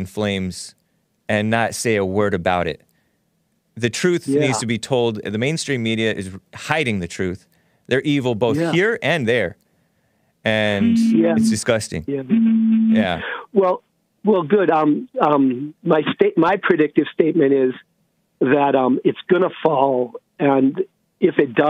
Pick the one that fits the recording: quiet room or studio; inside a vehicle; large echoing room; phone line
phone line